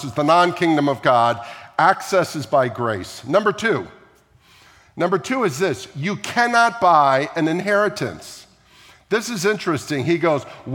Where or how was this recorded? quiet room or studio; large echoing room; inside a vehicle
large echoing room